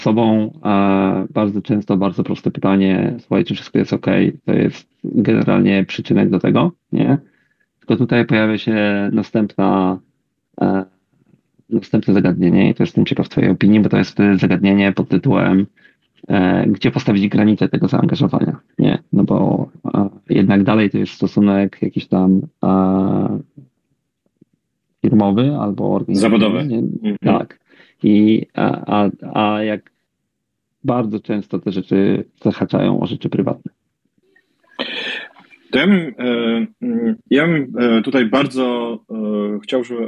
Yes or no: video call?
yes